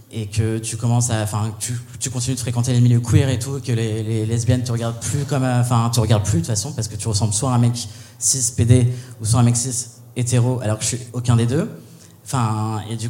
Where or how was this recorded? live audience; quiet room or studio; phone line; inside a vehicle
live audience